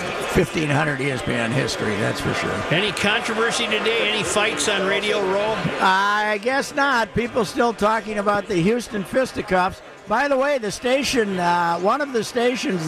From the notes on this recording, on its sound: Live from Radio Row at the Mall of America. Live in studio.